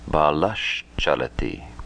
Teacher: Visarga followed by cha, cha becomes sh.